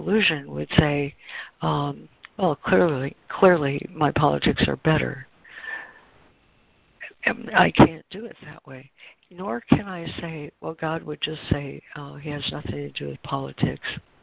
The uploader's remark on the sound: ACIM Daily Conference Call